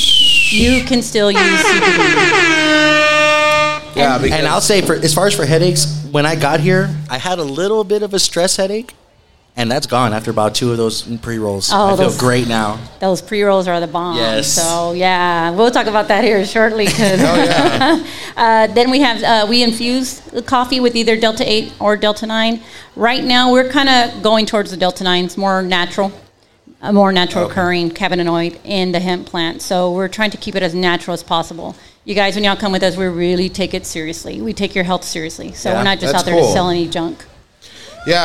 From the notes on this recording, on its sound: We are live from The Landmark on Tower for our live 420 event. We try some beers, talk to guests and have some contests.